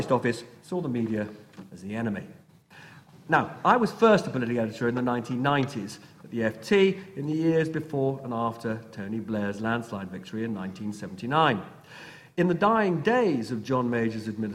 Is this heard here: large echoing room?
yes